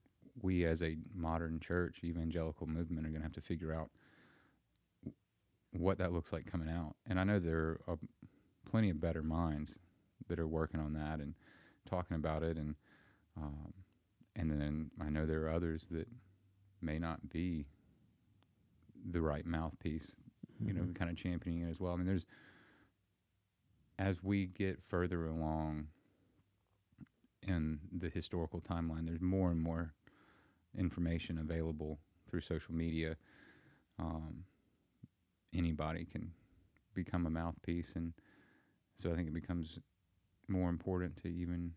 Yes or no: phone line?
no